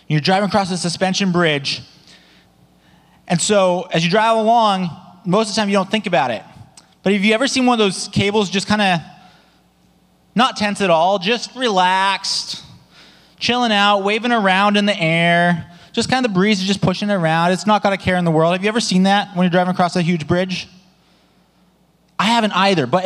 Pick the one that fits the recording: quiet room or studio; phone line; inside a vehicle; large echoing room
large echoing room